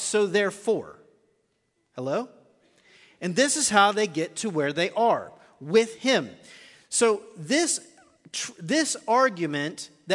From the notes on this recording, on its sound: Recorded live at The Fellowship at Two Rivers.